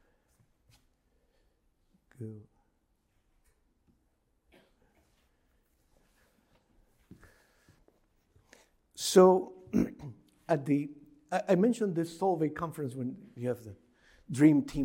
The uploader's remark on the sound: Recording of a lecture delivered on December 1, 2023. As part of the Formal Lecture Series.